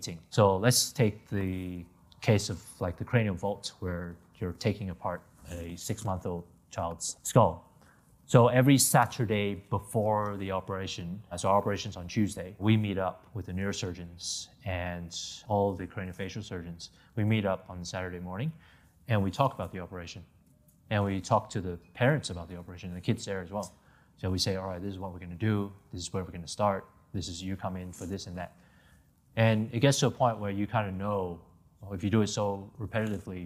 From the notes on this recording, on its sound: answers questions from the audience